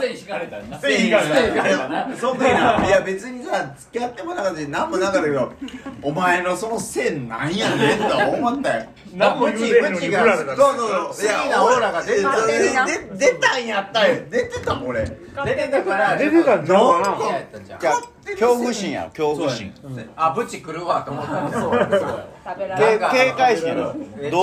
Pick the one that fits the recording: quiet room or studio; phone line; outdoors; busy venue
busy venue